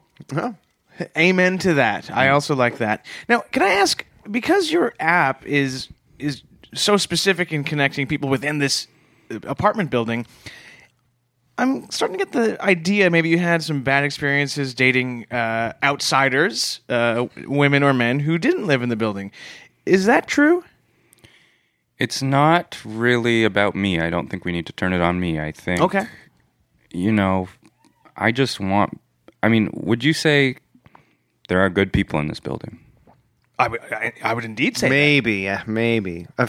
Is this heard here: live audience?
no